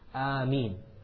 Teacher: Another mistake they do is they put a shadda on the meem and they say Ameen. No, the meem has a pure kasra